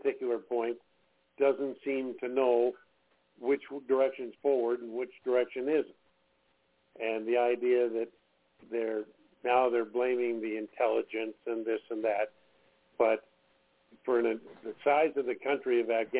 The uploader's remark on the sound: TNTSuperfantastic Conference Call